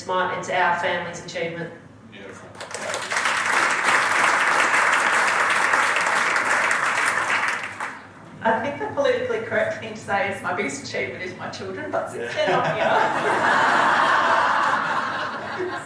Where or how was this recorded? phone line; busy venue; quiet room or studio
busy venue